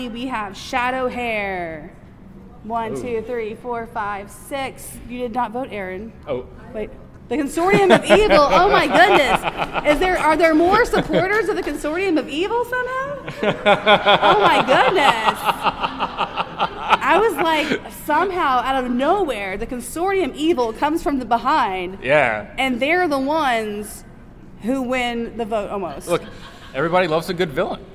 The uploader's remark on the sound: The audio is a little rough on this episode because we recorded it live at our very first convention! However, I have edited it.